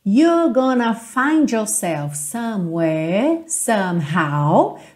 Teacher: Percebe que eu não enrolei os R's agora.